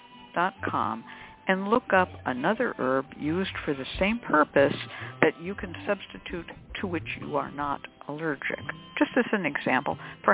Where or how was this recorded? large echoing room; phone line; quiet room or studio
phone line